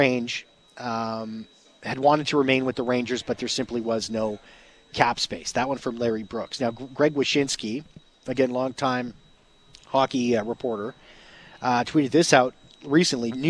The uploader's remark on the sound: live at Jets Development Camp